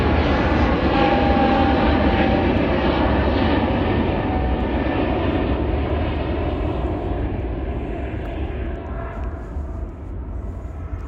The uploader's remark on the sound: Walk N Talk